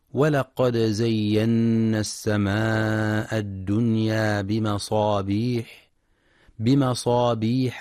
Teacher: وفي قوله تعالى ولقد زينا السماء الدنيا بمصابيح وجعلناها رجوما للشياطين. ينتبه القارئ برواية حفص لإظهار الدال مع القلقلة في ولقد زينا، فلا يقرأ ولقد زينا بإدغام الدال في الزاي.